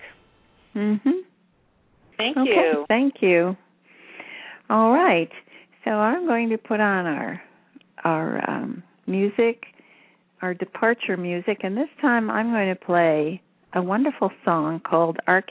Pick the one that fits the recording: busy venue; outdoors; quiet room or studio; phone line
phone line